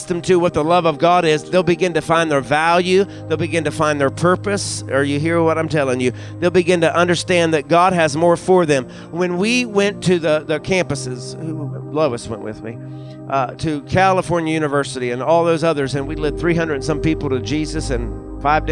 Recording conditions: large echoing room